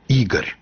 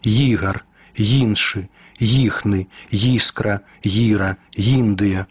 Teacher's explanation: А ў пачатку слова і схаваная тая непрыкметная розніца. У расейскай мове «і», так званы цвёрды прыступ «ігар», у беларускай «і», мяккі старт